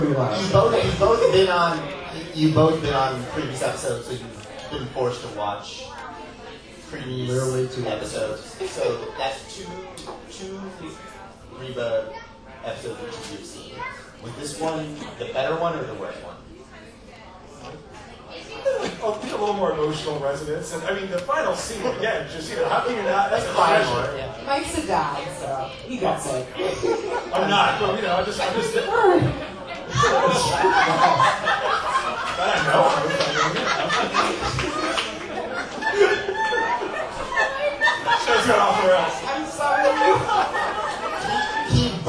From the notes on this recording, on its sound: Gathered at Dallas' Barley House to record barely intelligible audio and drink too many beers. LIVE AT BARLEY HOUSE. IT'S OUR FIRST EVER LIVE POD!!!